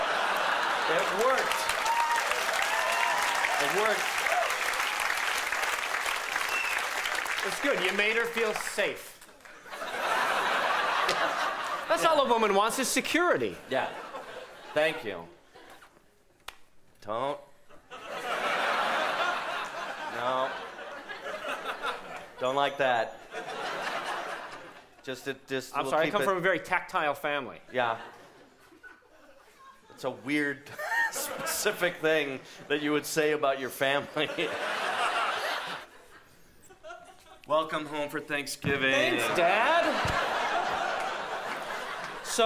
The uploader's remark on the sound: Team up for a hilarious improv set in at the 2013 Just for Laughs Festival in Montreal!